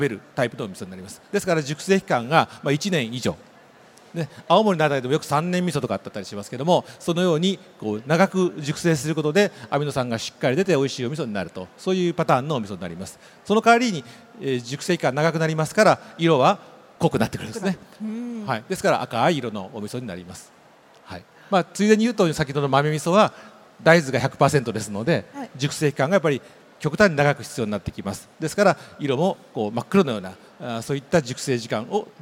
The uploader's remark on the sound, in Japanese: CRAFT SAKE WEEK 2023 at ROPPONGI HILLSにて公開収録。